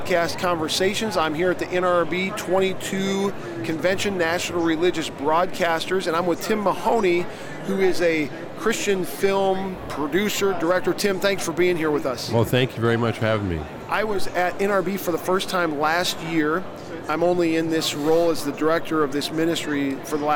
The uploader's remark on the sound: LIVE from NRB 2022!